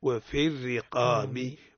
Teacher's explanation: الراء هنا ترقيق سيدي. حكمها ترقيق خاطر فيها تحتها كسر. احسنت لانها متحركه بالكسر.